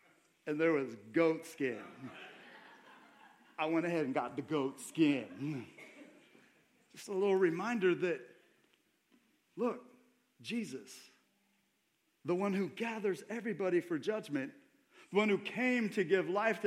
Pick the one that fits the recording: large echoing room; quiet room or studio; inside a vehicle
large echoing room